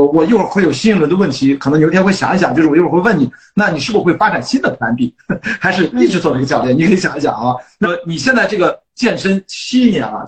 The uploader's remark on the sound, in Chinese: 本期内容因为是在知乎平台上的连线直播，所以音质跟平时录音机录制相比有明显下降。